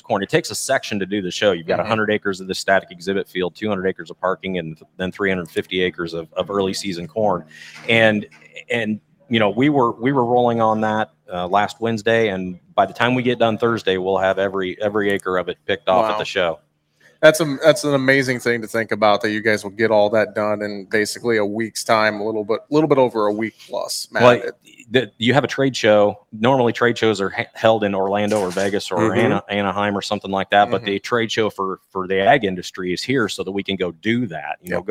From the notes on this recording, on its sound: we broadcast live from the Farm Progress Show in Decatur, IL with our friends at Trelleborg TWS